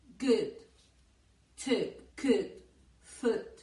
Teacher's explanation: Y aquí la jodida, la U corta. Es un sonido que va entre la U y la shua. La shua es ese sonido neutro que nunca se acentúa.